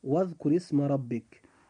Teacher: وكلمة واذكر اسم ربك، كلمة واذكر، الراء في كلمة واذكر جاءت مكسورة فيجب أن ترقق أيضا عند النطق. إذن هنا حرف الراء إذا كان مكسورا فلا بد أن يرقق.